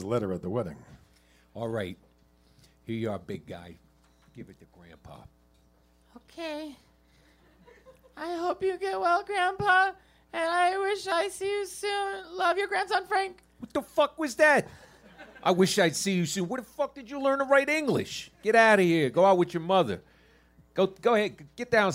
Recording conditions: live audience